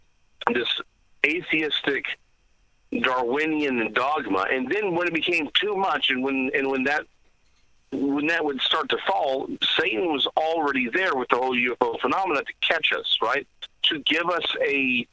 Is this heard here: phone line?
yes